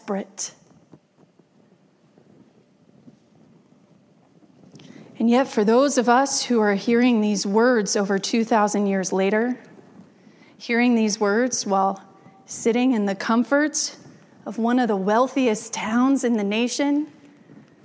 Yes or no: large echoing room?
yes